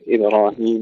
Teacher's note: والقلقلة في كلمة إبراهيم الباء، نبقي الحرف المقلقل ساكنا لا نكسر ولا نفتح